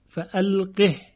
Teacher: ببینید در کلماتی مانند القه آیه 28 از سوره مبارکه نمل، فالقه الیهم، القه در روایت دوری به سکون ها خونده شده فالقه، پس اینجا باید دقت کنیم که ها ساکن خونده میشه و به هیچ وجهی سله نمیشه به یا، اگرچه در قرائات دیگه فالقه یا فالقهی خونده شده، اما در روایت دوری مانند حفص فالقه هستش.